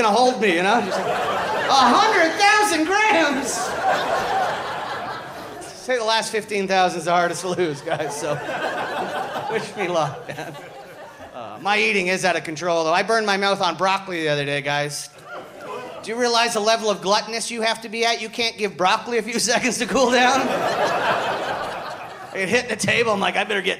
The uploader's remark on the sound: Live from the inaugural Big Sound Comedy Festival in Parry Sound!